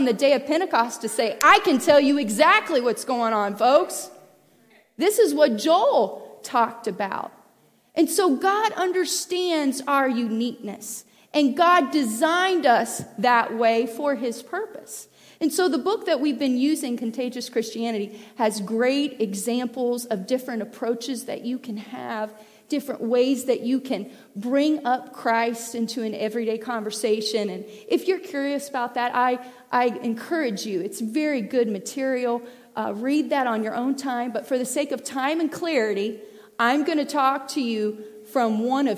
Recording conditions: large echoing room